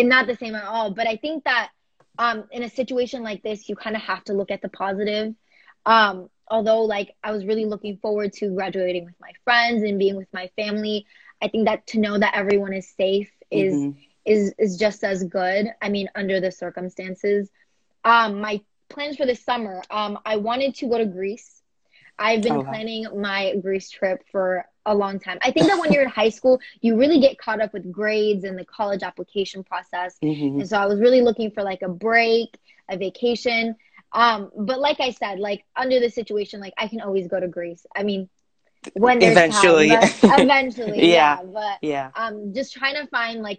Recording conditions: video call